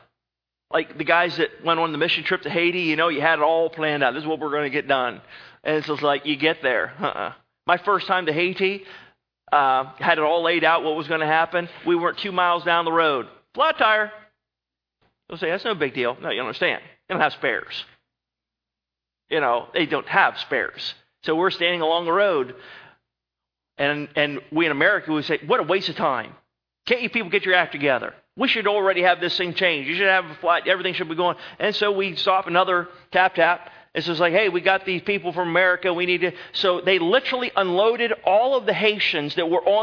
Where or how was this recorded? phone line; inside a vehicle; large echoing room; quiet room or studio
large echoing room